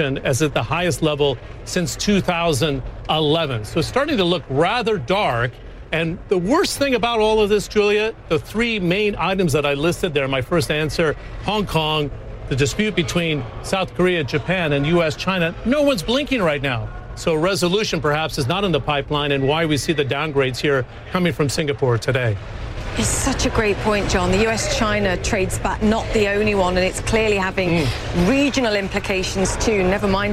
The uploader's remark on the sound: live from the New York Stock Exchange